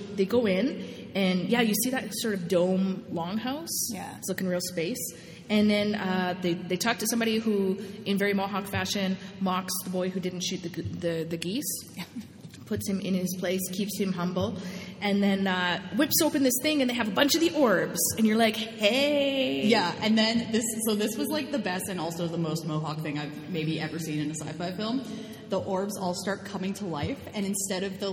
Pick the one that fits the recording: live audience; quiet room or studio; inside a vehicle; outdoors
live audience